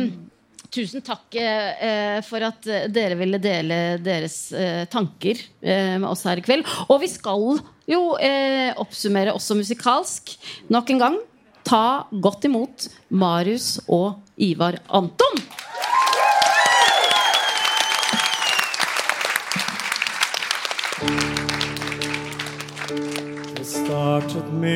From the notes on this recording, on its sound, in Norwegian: Live fra Parkteatret.